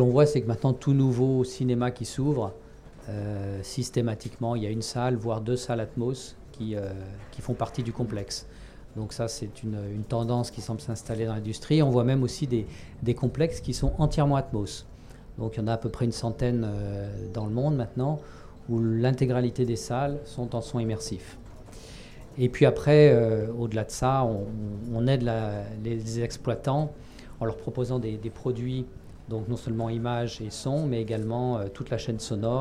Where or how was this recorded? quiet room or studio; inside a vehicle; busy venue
busy venue